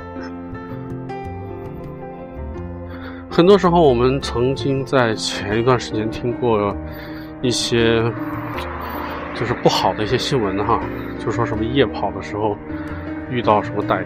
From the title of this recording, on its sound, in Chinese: 户外录音